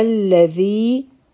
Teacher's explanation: لام سره یو ځای شي حمزة الوصل به نه وایو او ذی حرفی مد دی دوه حرکا به یې راکاږو · Term: مدی طبعی